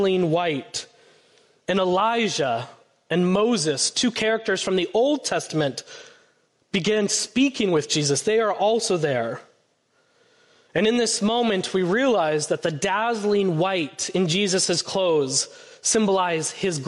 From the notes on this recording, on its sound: Preached on Sunday, February 11, 2024 at First Presbyterian Church of Allentown. A special song performed by our Faith Formation children.